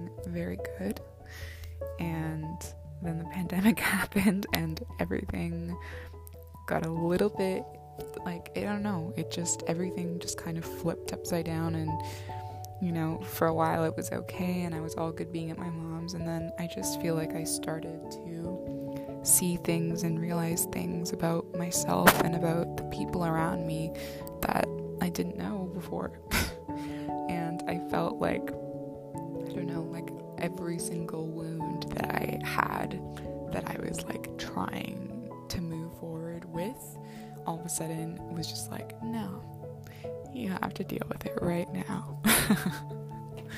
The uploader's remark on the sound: my apologies for the loud mic noises.